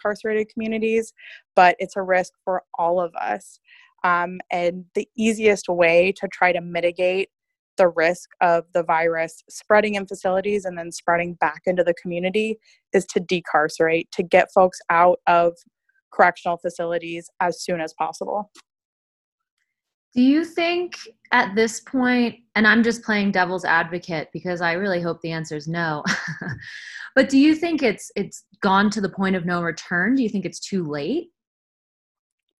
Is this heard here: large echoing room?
no